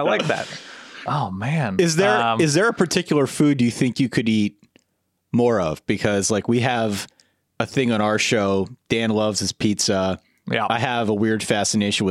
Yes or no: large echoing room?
no